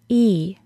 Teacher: During the long E sound, the front of the tongue is very close to the back of the tooth ridge. Our tongue is higher in our mouth during this sound than any other vowel sound.